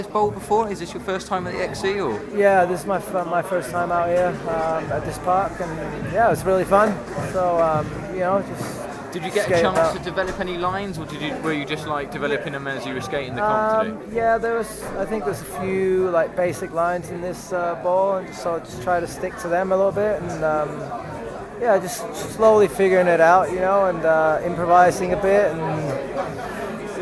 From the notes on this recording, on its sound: Audio from the 2011 Vans Concrete Carnival.